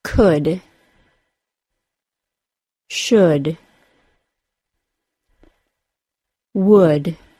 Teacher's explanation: there is no L sound, and the vowel sound is the other U sound